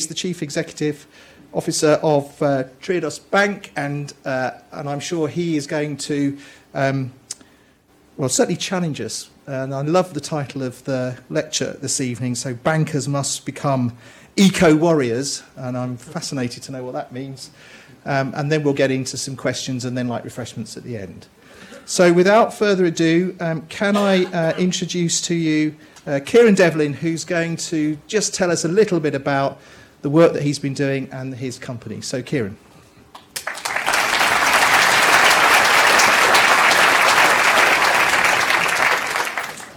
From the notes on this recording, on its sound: delivered a lecture as part of the Bristol Distinguished Address Series